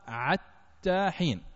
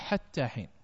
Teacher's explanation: أذكر لكم مثال، مثلا عبد الله بن مسعود رضي الله عنه كان يقرأ حتى حين في القرآن الكريم، يقرأها عتى حين، لهجة هذيل ينطقون الحاء عين يبدلونها · Shown in: first take · فيقول عتى حين ولا يقول حتى حين، ويتجوز عنه في ذلك.